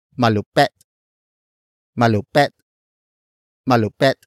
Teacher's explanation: Tagalog words that have I as the last vowel tend to be pronounced as e, e, like in malupet, malupet, malupet.